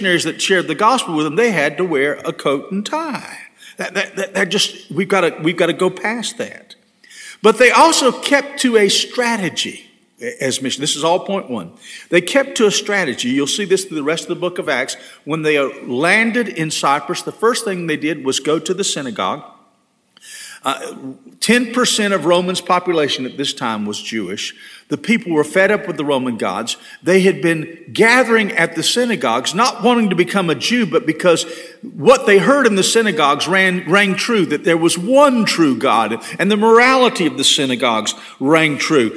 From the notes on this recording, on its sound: This sermon was delivered on April 3, 2022 at First Baptist Church Hendersonville, NC.